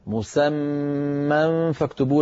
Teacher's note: لابد من إظهار الغنة في الميم المشددة